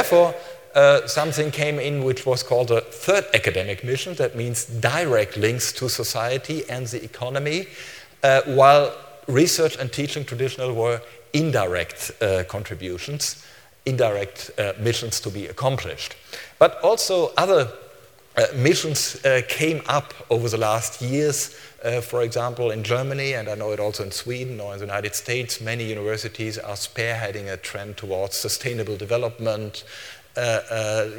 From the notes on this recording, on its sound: keynote speaker at SRHE Annual Research Conference 2012